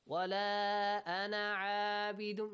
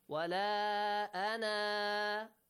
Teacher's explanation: you should stretch it for alif mad. Alif mad must be pronounced. · Shown in: second take